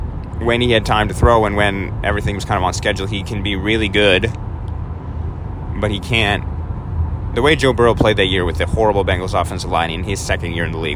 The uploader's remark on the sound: all live from his Toyota Camry somewhere in North Carolina